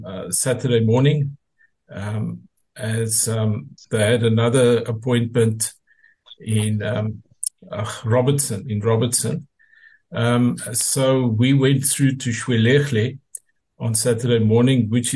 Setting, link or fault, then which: link, video call